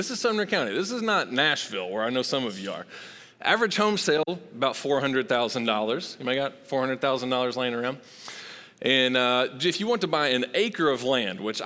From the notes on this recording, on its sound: Recorded live at Long Hollow Church on January 24, 2023.